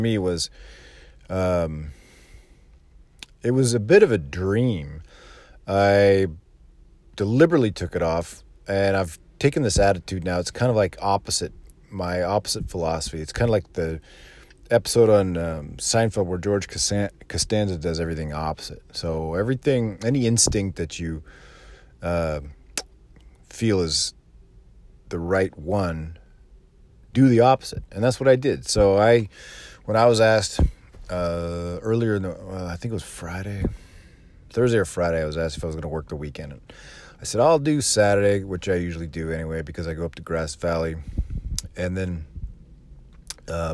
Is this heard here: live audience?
no